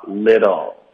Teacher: 特的音我们就用一个弹舌的的来处理